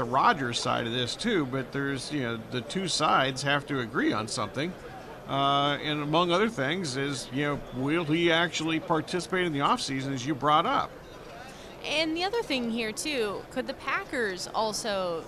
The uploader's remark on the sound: live from Super Bowl Radio Row